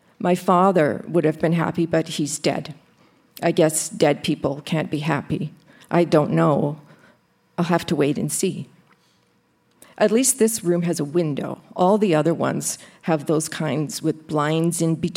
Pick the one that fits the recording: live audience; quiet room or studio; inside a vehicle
live audience